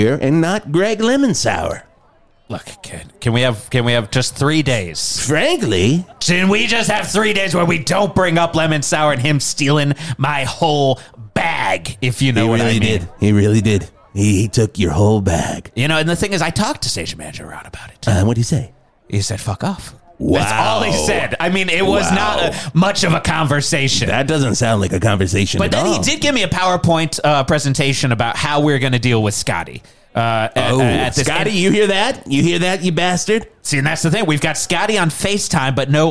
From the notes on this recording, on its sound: Live from Rocktoberfest! Broadcasted live from the Val Verde Rocktoberfest Festival!